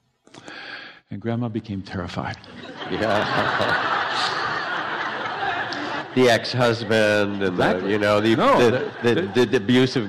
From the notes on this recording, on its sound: live on stage